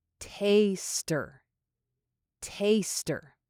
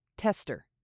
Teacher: Remember not to pronounce this word as test. It's taste, with that long A vowel sound and an R at the end. · Shown in: first take